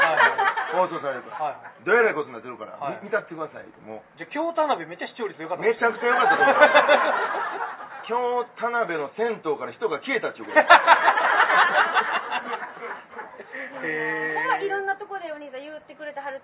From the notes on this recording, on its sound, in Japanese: ツギハギ荘にて開催された。公開収録分。